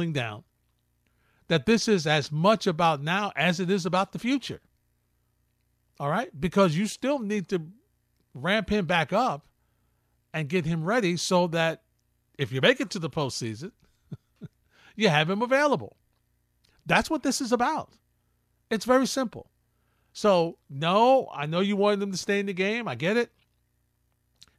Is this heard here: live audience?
no